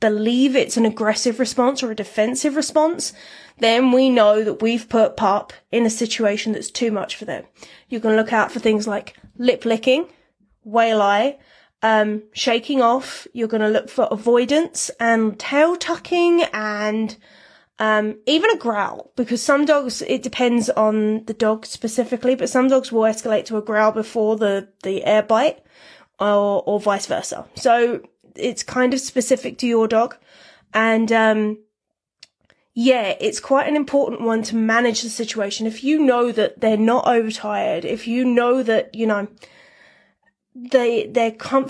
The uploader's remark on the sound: This episode comes from an instagram live